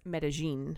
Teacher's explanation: The Colombians, the double L sound is a J instead of a Y.